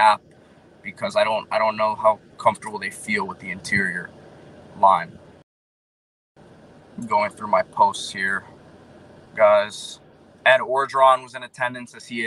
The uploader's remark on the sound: live from the West 12 parking lot at Hard Rock Stadium